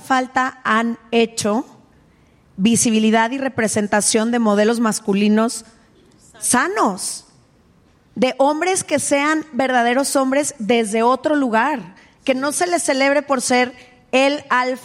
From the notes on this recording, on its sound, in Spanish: en vivo desde el Lunario del Auditorio Nacional en CDMX